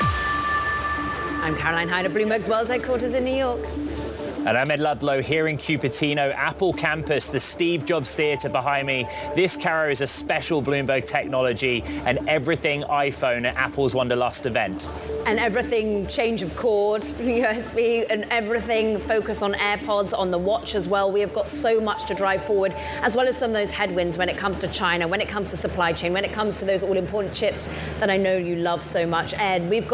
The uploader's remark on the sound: a special edition of Bloomberg Technology live from Apple's Wonderlust event